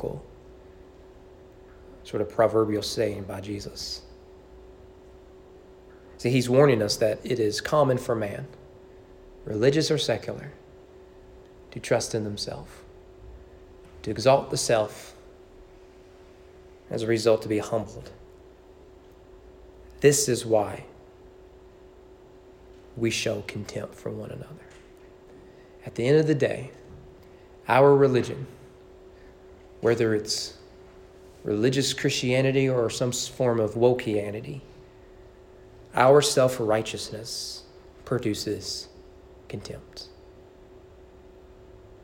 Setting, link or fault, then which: setting, large echoing room